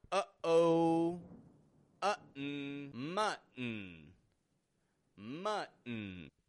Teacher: We're using the glottal T in the middle, folks.